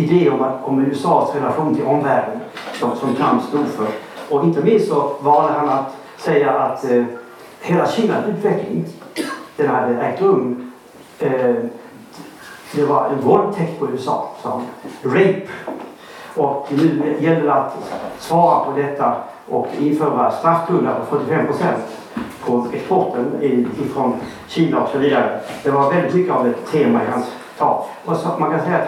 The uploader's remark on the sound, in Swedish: Vi ber om ursäkt för sämre ljudkvalitet då rätt teknik inte fanns tillgänglig.